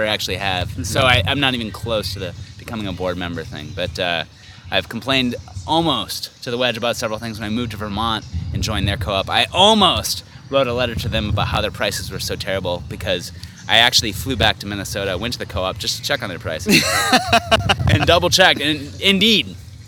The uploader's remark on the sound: State Fair Affair. A special live crossover episode. Recorded down at the local races.